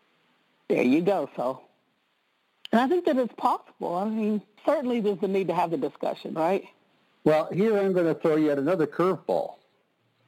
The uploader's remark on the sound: conference-call based classes